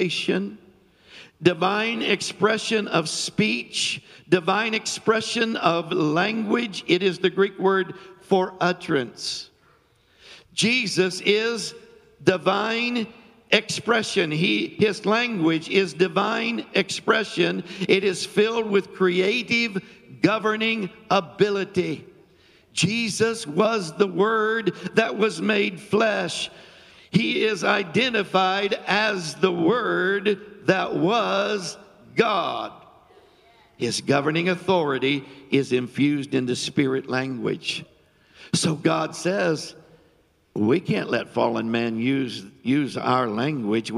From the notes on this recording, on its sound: Filmed live on 10/09/20 at the Reset Conference hosted at The Oasis Church, Middletown Ohio.